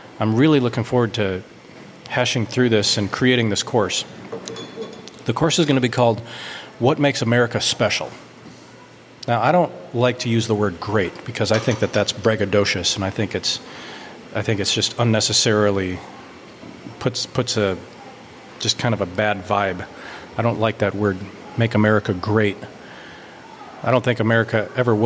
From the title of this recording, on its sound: Live from the U'u Dam Coffee Shop in Downtown EcoPark!